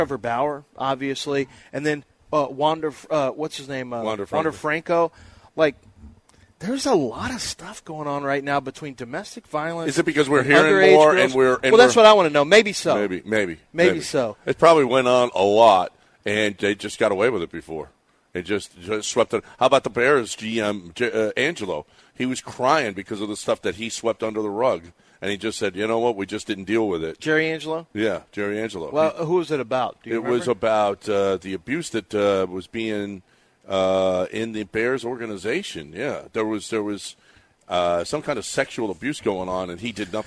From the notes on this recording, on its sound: LIVE from East River 9!